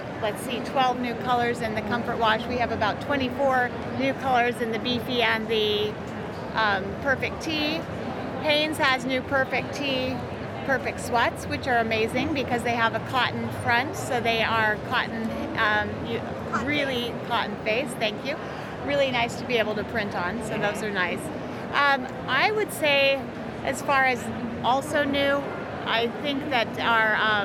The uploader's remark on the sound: Live from ISS 2022 In Long Beach